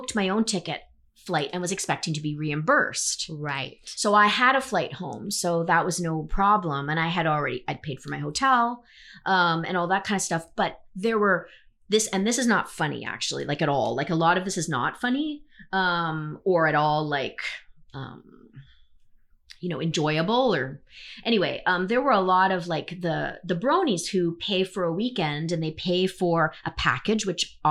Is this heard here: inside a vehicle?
no